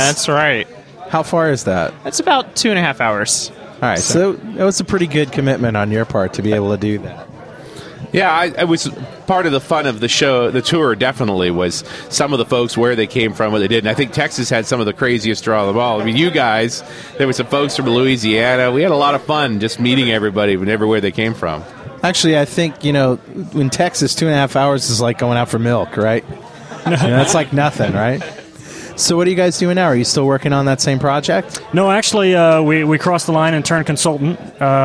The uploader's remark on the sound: Live from Tulsa Tech Fest 2006.